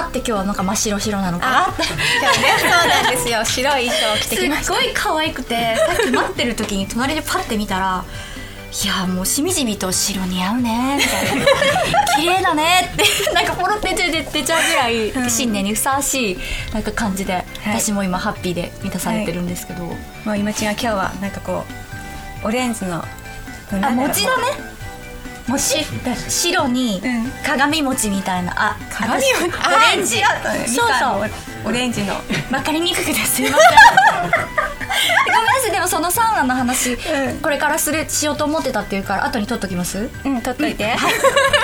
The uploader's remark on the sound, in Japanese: 2024年最初の配信は公開収録！